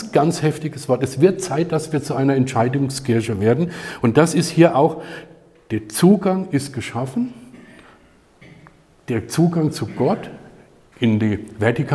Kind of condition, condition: setting, large echoing room